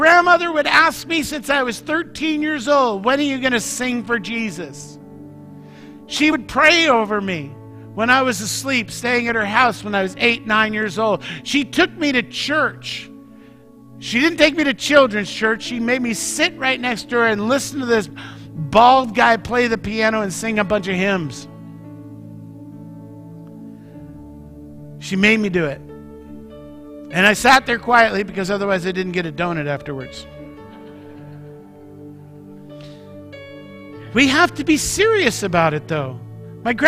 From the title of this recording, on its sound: Mt. Zion Church Live!